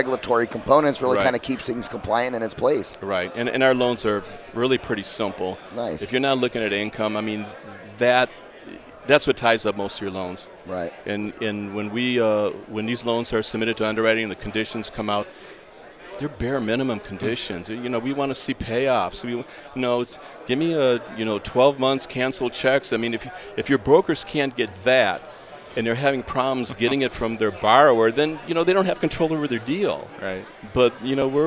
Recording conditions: busy venue